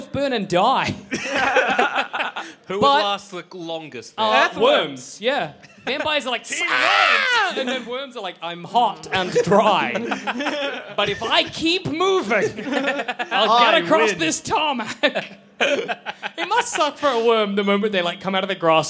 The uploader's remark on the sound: Recorded at the Eureka Hotel in Melbourne in 2016.